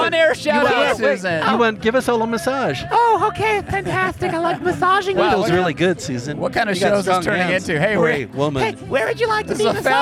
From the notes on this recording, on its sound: Not a normal episode - This cast goes live from Shaver Lake Brewfest. Join us behind the booth!